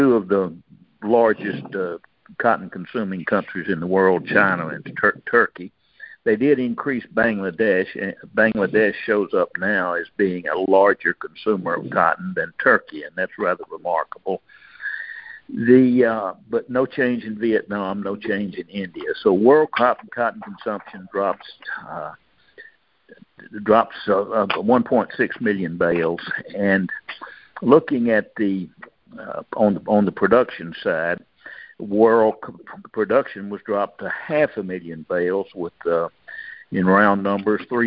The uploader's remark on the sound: Monthly Cotton Conference Call.